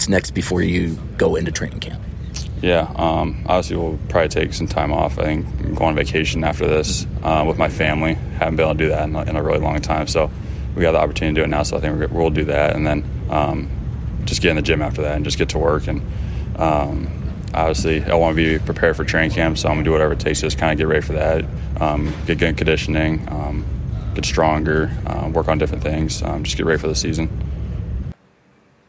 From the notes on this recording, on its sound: recorded at the 2023 NBA Las Vegas Summer League